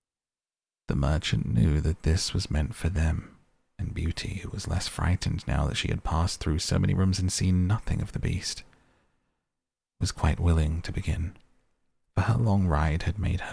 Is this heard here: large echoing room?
no